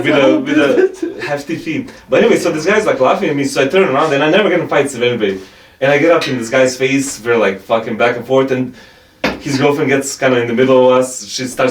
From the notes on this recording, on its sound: Very sorry about the audio.